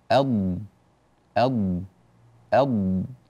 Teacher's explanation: الضاد تخرج من حافة اللسان ولا تخرج من طرفه، لا يجوز ذلك، لا تخرج من طرفه، لا يعتمد الصوت على طرف اللسان بل يعتمد على جانبي اللسان. · Term: حرف الضاد